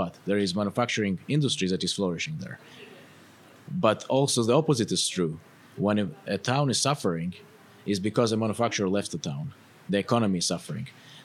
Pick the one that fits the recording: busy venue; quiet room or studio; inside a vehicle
busy venue